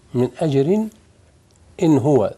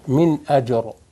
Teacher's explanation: إذا وصلت من أجر، من أجر إن هو، هنا إظهار من أجر إن هو، إذا وصلت الراء ترقى، إذا وقفت تفخم الراء